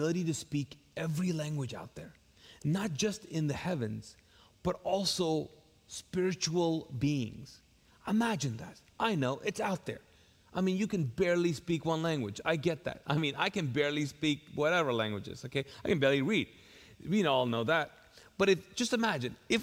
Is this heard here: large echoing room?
yes